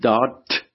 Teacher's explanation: Ons het byvoorbeeld die woord daad, en as julle mooi luister hoe ek het uitspreek, dan sal julle hoor, ek sê daad met 'n T as het ware in die uitspraak